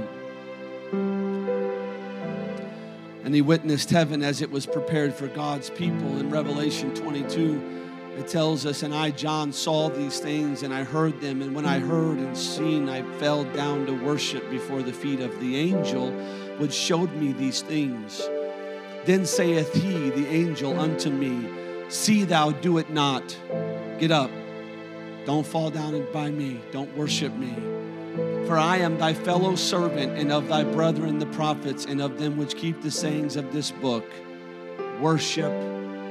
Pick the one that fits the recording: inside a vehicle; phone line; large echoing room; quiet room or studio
large echoing room